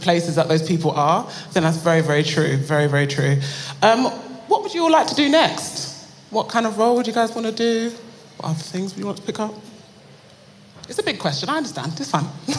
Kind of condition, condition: setting, live audience